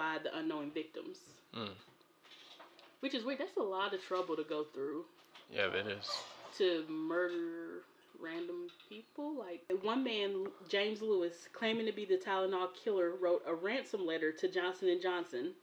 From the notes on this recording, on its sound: Please excuse the background noise in this episode.